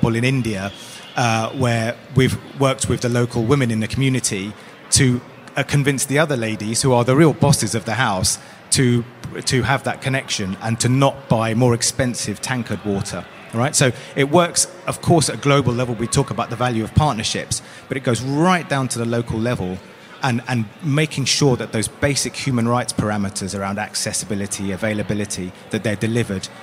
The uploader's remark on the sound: The conversation took place as part of the SDG Media Zone sessions at the UN Water Conference. The conversation took place as part of the SDG Media Zone sessions at the UN Water Conference.